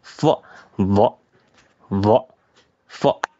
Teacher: 它是一个唇齿音，所谓的唇齿音就是，嗯，上面的牙齿咬住或者咬到一点下面的嘴唇